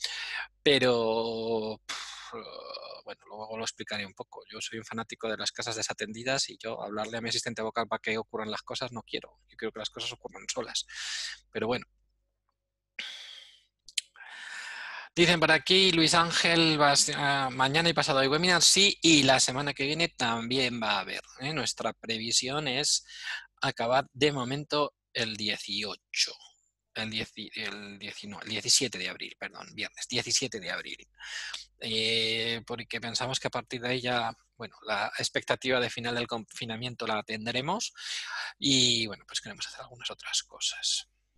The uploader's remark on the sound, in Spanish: Audio del Webminar que grabamos el miércoles 8 de abril de 2020. Audio del Webminar que grabamos el miércoles 8 de abril de 2020.